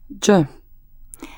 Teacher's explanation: Like the j in judge, but put your tongue behind your top front teeth.